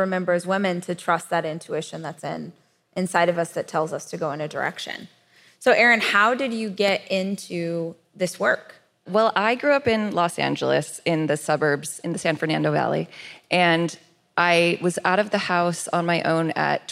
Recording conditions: live audience